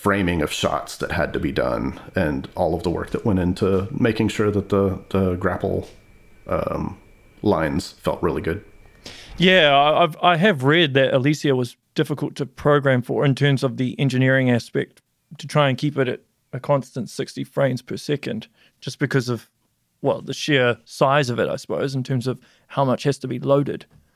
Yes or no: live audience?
no